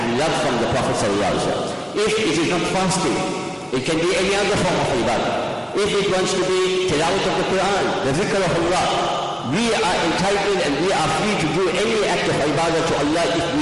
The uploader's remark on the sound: Jumuah lecture